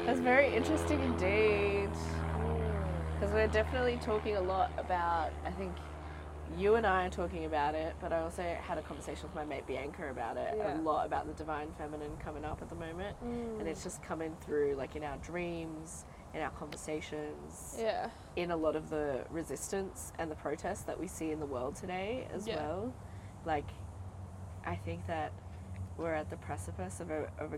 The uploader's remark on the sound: In the Backyard. The cicadas are singing, the sun is shining and the tea is served. We sit outside in communion with each other.